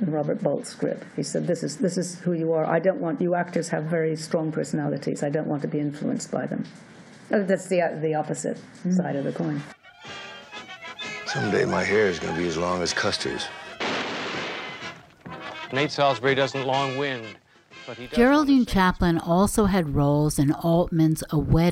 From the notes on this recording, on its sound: At the Panama Film Festival.